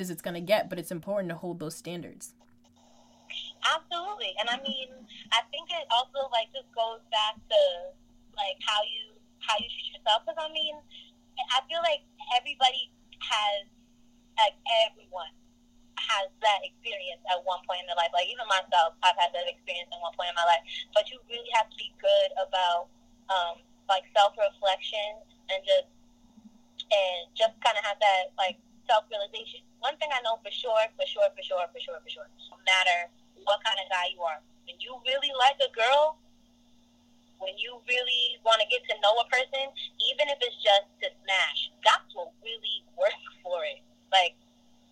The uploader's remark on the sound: call in guests